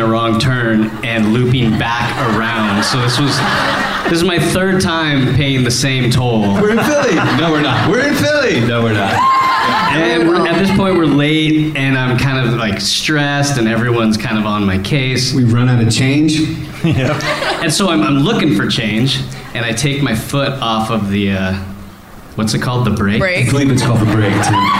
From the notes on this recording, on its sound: LIVE IN PHILLY!